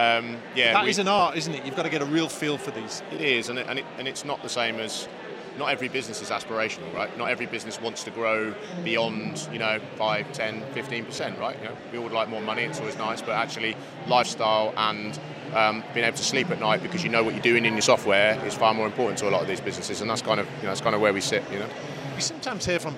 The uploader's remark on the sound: Event Special - Accountex 2023 Live Interviews.